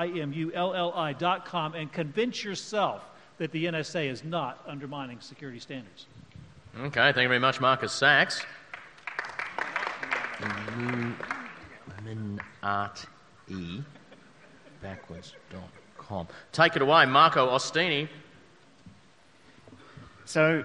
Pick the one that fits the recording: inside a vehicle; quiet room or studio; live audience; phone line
live audience